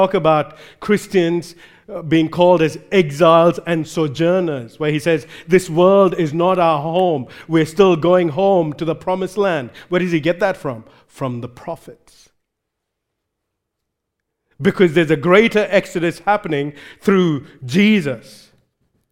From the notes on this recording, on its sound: recorded live at Grace Community Bible Church